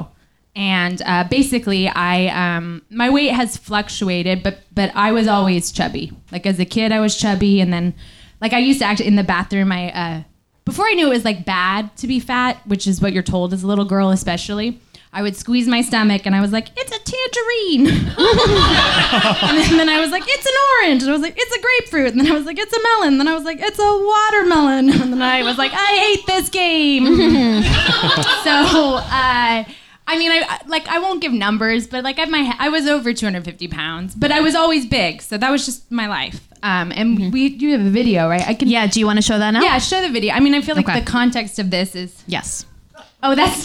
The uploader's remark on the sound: Recorded live at Q.E.D. In Astoria, Queens, New York, U.S.A.